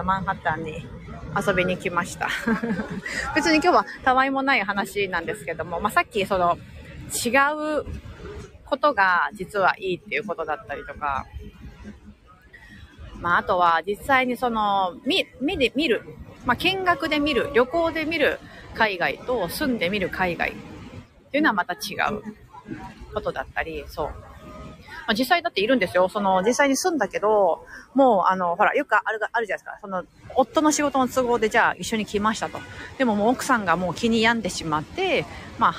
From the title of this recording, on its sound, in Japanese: NYマンハッタンを歩きながら